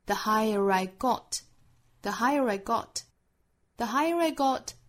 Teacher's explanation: higher 跟 I 之间连读有一个小 r 的音衔接连贯